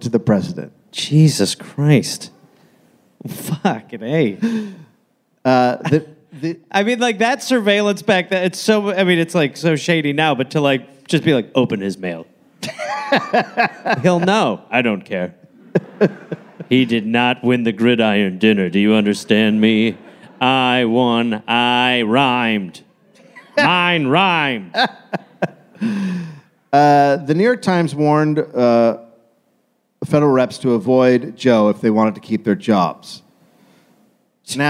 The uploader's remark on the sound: Recoded live in Columbus, Ohio.